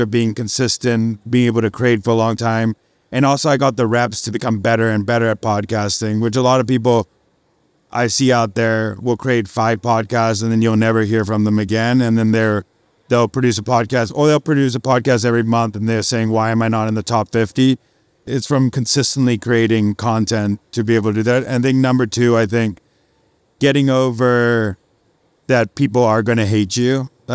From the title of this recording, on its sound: Live at SXSW